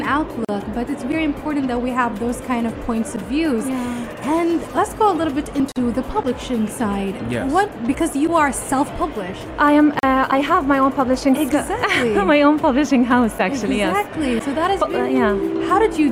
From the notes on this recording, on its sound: Pulse 95 Live from SIBF. In the UAE.